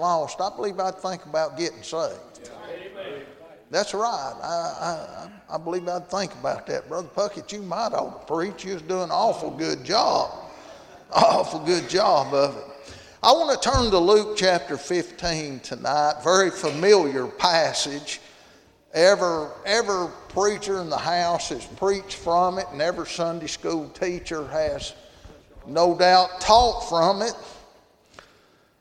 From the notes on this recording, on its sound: Tuesday Evening service at Calvary Baptist